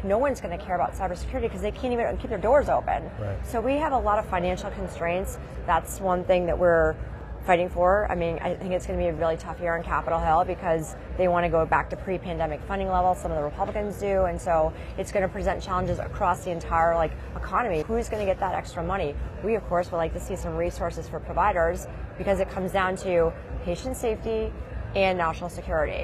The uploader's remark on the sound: an Interview in Action live from ViVe 2023